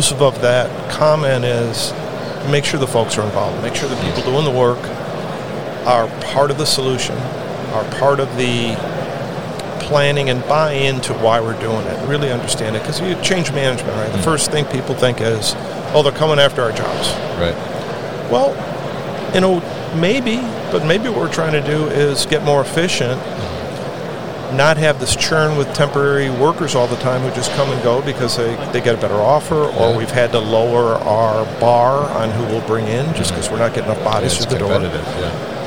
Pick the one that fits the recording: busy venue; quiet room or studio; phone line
busy venue